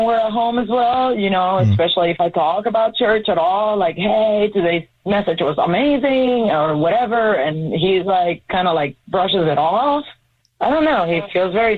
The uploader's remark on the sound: on the phone